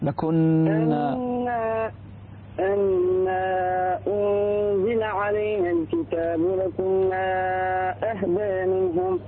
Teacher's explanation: الغنة في النون المشددة